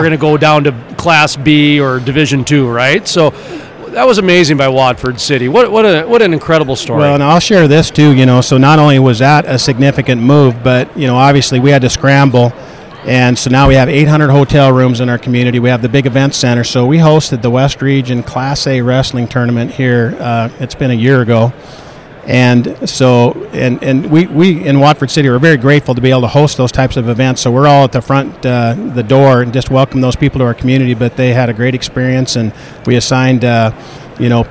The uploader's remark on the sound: at the Williston Basin Petroleum Conference